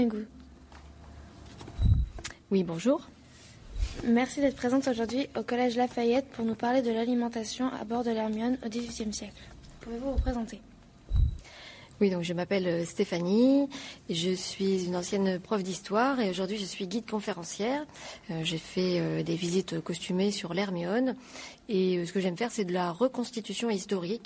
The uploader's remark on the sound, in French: le micro-trottoir des sixièmes